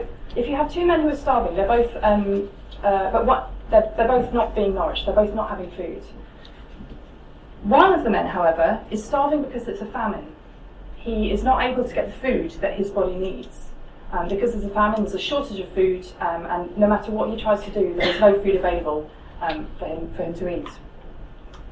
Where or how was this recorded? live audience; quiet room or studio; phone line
live audience